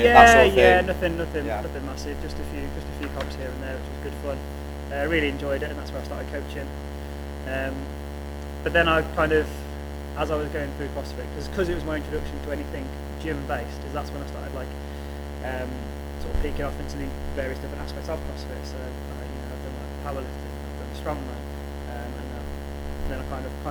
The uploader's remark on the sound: Apoligies in advance for the sound quality in this episode. During the Interview I experienced some feedback on the Mic.